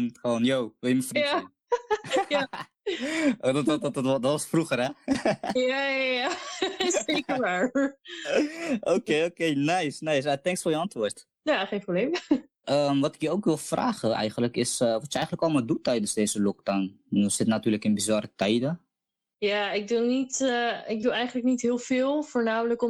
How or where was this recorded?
video call